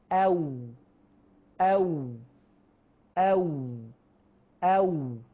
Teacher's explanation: لم تصطدم، لم يحدث تصادم، إنما استدارت، أو أو أو أو، لم يحدث تصادم كالباء والميم، إنما حدث التكوير والاستدارة. لذلك الواو غير المادية وهي المتحركة، المقصود يعني المتحركة واللينة، تخرج من الشفتين مع استدارتهما.